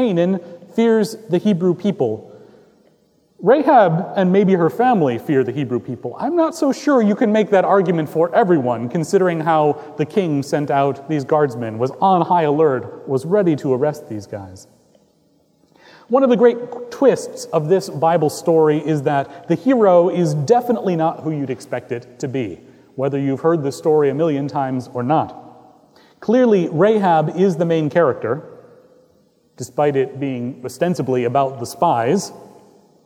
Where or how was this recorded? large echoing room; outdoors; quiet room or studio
large echoing room